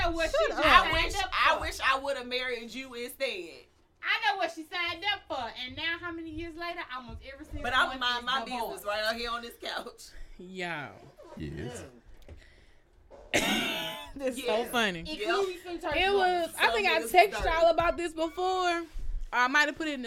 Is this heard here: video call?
no